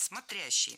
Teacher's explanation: Правильный вариант – смотрящий. Ударение падает на второй слог.